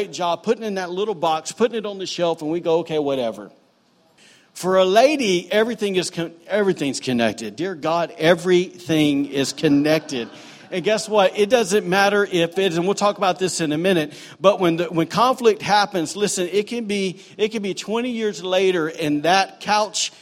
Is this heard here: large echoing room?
yes